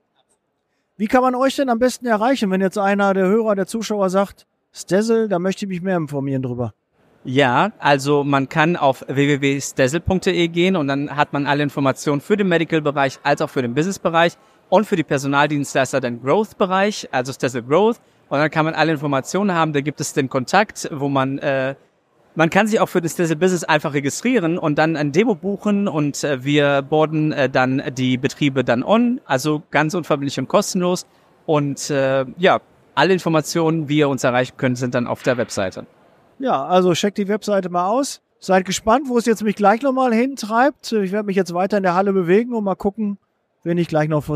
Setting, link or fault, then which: setting, busy venue